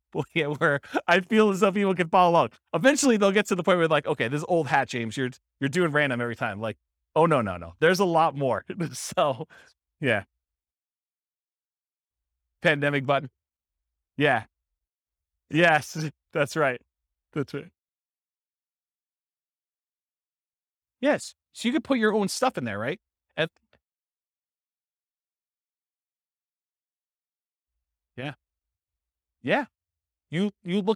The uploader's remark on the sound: This was a live class recorded